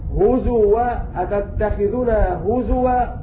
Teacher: حفص عن عاصم أبدل الهمزة واوا في قوله تعالى: هزوا أتتخذنا هزوا، كلمة هزوا أينما وقعت في القرآن الكريم.